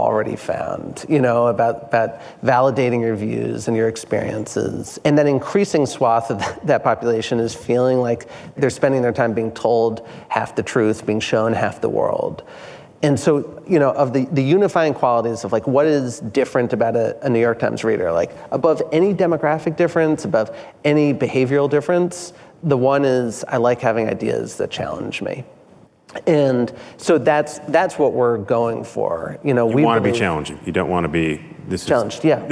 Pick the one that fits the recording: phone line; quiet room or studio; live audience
live audience